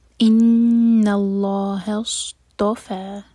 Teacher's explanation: فا چار حرکہ لمبا، یہ ہے مد منفصل